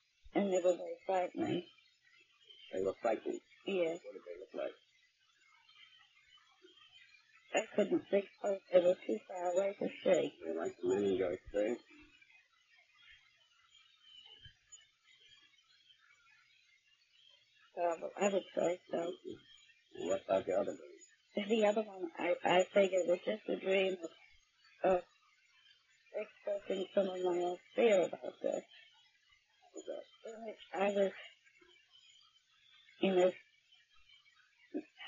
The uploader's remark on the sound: WARNING: Poor audio quality, raw, and uncut.